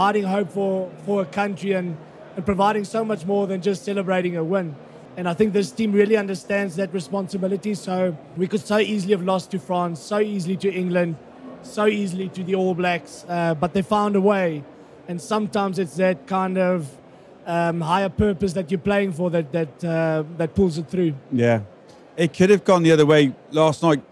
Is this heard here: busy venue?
yes